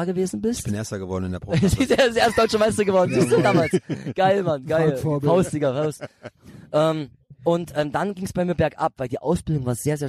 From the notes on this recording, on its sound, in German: Aufgenommen im Garten